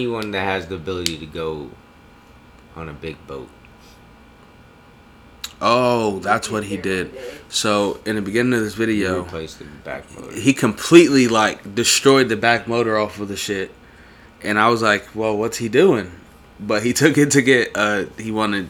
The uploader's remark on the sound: Quiet Episode, Like Almost ASMR Quiet